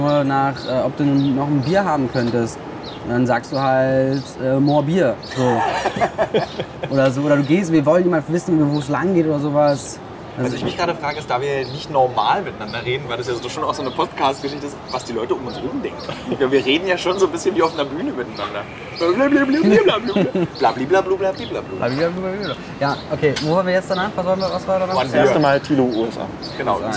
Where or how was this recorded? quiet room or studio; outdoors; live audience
outdoors